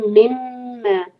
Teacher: दोनों मीम को इंशाल्लाह दोहर का लंबा करेंगे · Term: मीम मुशद्दद